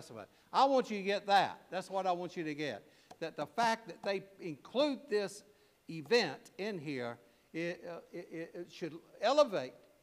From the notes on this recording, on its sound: preached at All Saints Anglican Church in Charlottesville, VA on December 17, 2023.